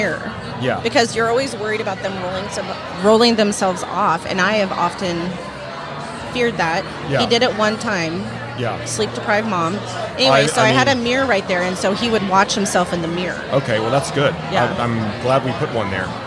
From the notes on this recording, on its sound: LIVE from HAVEN 2022